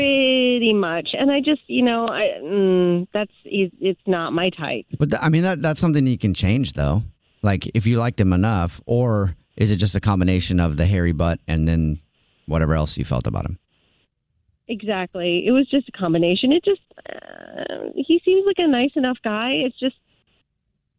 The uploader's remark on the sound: called into The Jubal Show